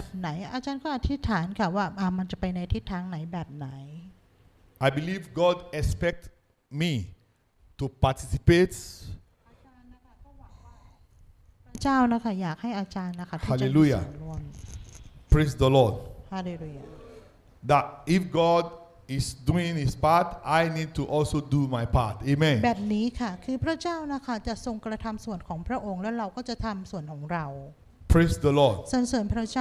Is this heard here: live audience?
yes